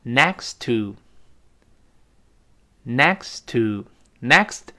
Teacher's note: Next，首先顶住，停一小会儿，再读 two · Term: 失爆